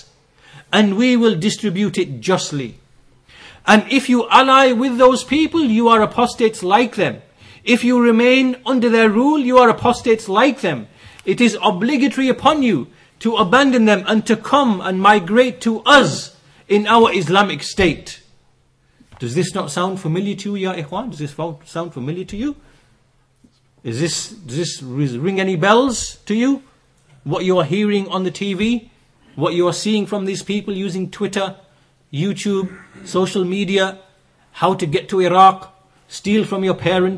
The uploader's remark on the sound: Lectures delivered in Masjid as Sunnah, Bradford.